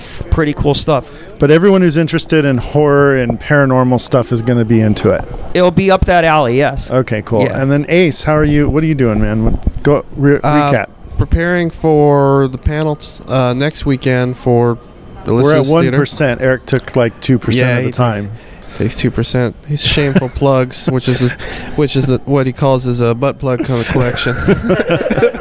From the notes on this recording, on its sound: Special show live from Midsummer Scream Halloween Horror Convention in Long Beach California.